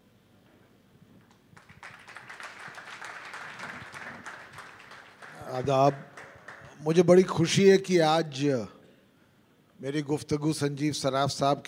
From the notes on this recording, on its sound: This is a live session from Jaipur Lit Fest 2022.